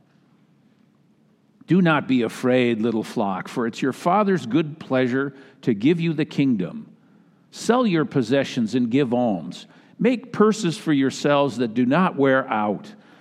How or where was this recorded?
large echoing room